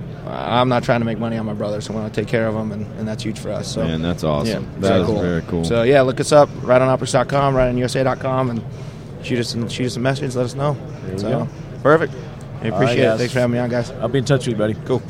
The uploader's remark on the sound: 2018 SHOT Show from the Kel-Tec "Leadquarters". Coverage of the 2018 SHOT Show from the Official "Leadquarters" at the Kel-Tec booth.